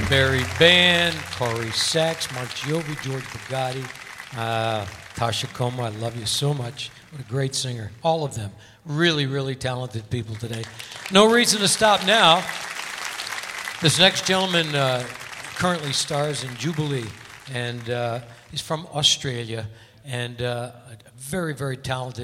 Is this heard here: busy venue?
yes